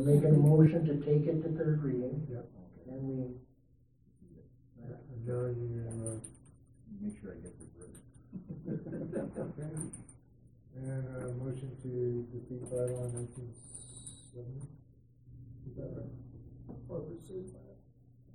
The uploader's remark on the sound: Regular Council Meeting. Audio recording of the November 14, 2016 Regular Meeting of Peace River's Town Council.